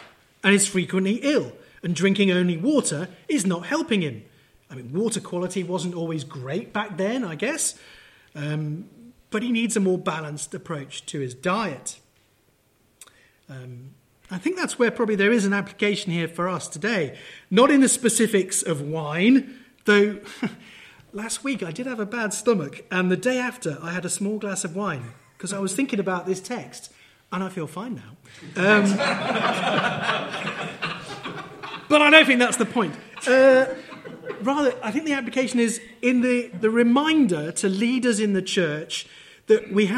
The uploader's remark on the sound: at the Junior Anglican Evangelical Conference 2023 (The Church for England).